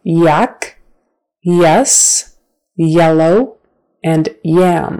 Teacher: But when it is a consonant, it's made with your tongue at the back of your mouth, and it's going to kind of push off. The back of your tongue pushes off the back of your mouth.